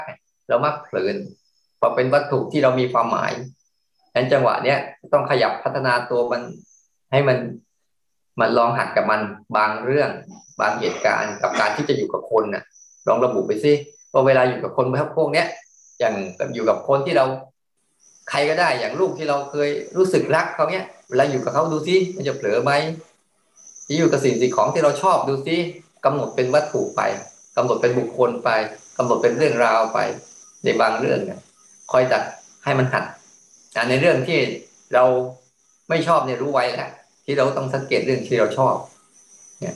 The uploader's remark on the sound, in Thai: คอร์สออนไลน์ (ผ่านโปรแกรม Zoom)